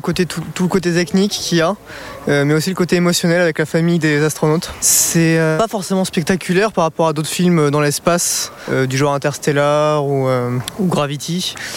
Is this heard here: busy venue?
yes